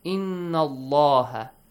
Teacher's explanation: the word Allah, the Lam, will be pronounced heavily